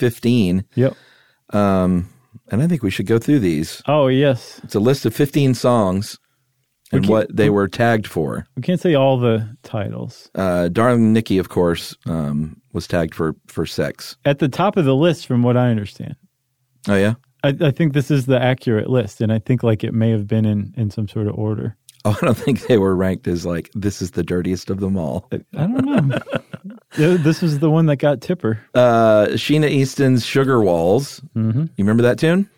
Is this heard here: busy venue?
no